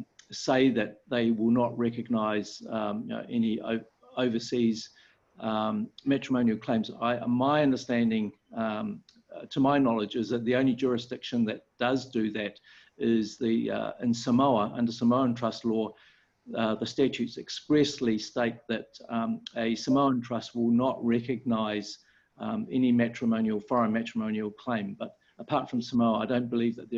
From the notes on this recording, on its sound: Webinar audio recording dated 3 Jun 2020.